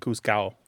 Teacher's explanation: But in some Spanish dialects, like you said, the D is not pronounced, so it sounds like juzgado.